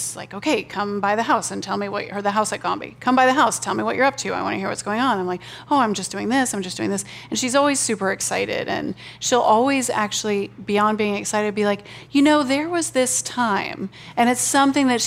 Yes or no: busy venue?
yes